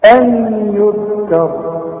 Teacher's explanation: ان يذكر، هنا نون وبعدها ياء، والياء من حروف الادغام، اذا النون هتخش في الياء، وكان الياء دي مشدده